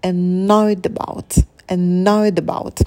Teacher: А здесь первый звук — это шва, расслабленный, annoyed. Потом мы вытягиваем звук «н», сидим на нем, и дифтонг «ой».